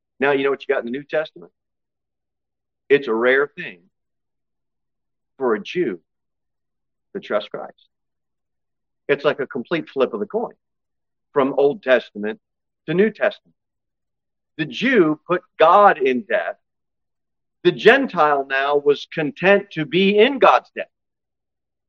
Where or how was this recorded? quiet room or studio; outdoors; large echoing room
large echoing room